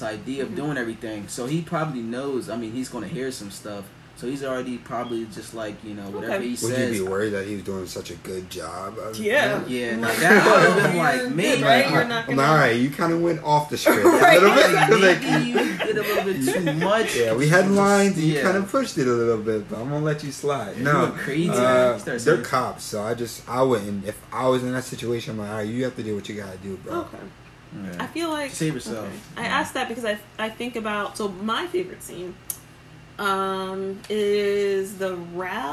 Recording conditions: background noise